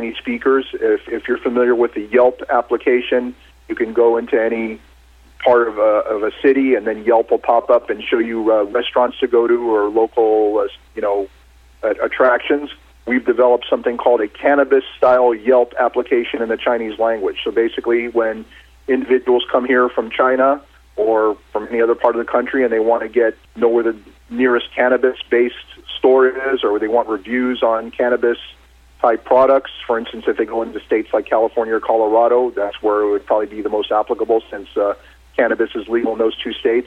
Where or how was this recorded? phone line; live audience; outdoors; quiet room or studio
phone line